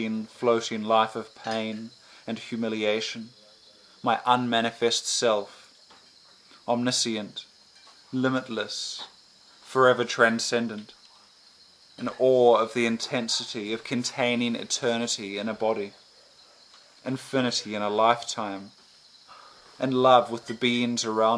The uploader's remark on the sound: Recorded at Premstock Fruits and Roots Festival in Daintree, Far North Queensland, Australia 2018-07-13